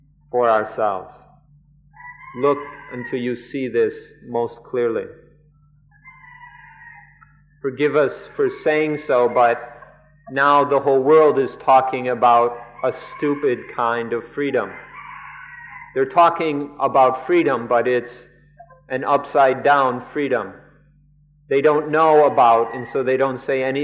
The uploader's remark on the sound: Gave regular lectures during the international retreats held at Suan Mokkh and then Suan Mokkh International.